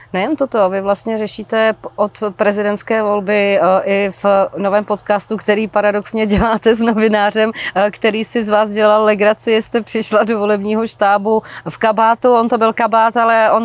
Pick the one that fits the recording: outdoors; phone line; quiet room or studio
outdoors